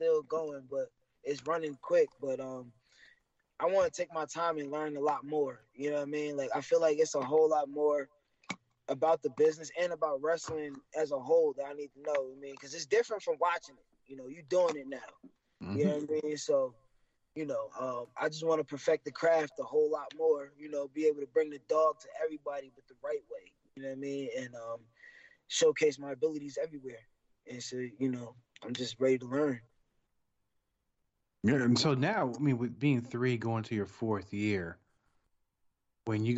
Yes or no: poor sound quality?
yes